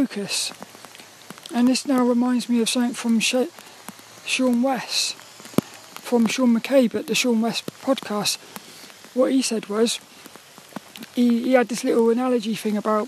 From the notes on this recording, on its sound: A WALK AND TALK AROUND A GRAVEYARD IN THE RAIN. This 'About The Tings' episode was a walk and talk around a Graveyard in Plymouth.